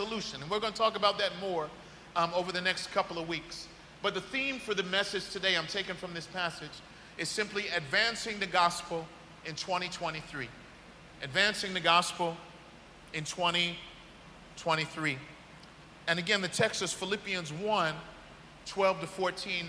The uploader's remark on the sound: This message was delivered on January 1st 2023 at New City Fellowship West End in St. Louis, MO.